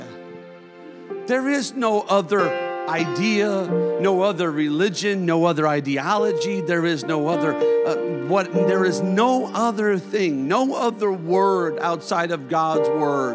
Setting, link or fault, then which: setting, large echoing room